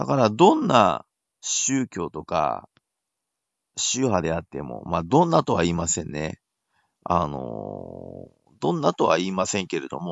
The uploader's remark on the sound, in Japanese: スマホで録音してみました。